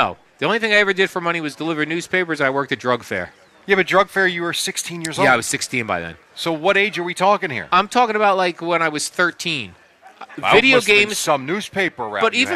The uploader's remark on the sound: Live from D'Jais in Belmar